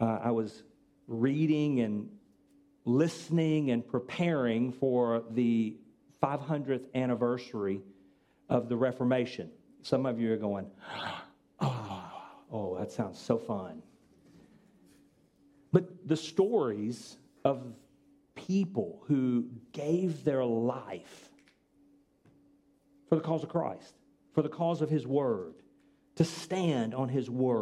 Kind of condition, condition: setting, large echoing room